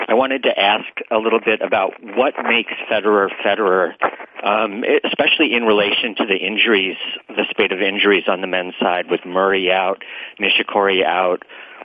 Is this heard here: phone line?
yes